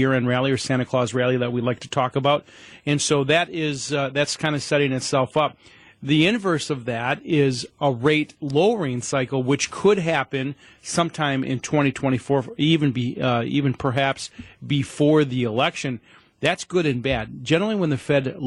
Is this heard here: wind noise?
no